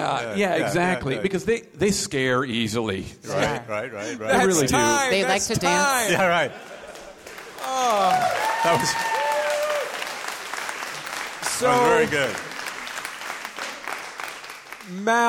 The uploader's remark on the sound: Live in San Francisco